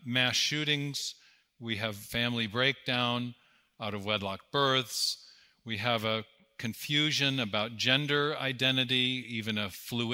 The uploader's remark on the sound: 2023 Dallas Conference on Science and Faith